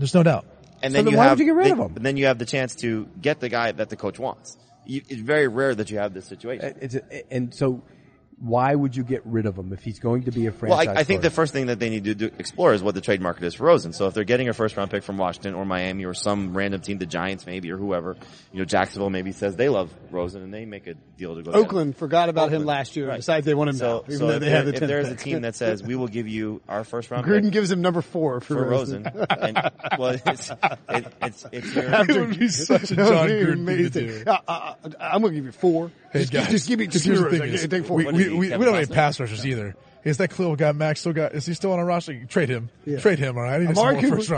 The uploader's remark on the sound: live from the floor at the 2019 NFL Combine